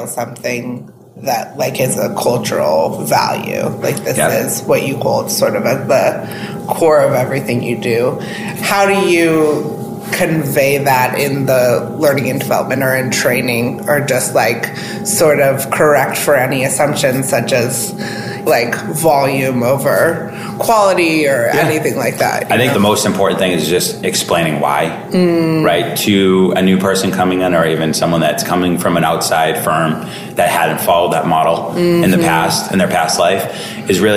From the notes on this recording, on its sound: recorded at this year’s [Bullhorn Engage]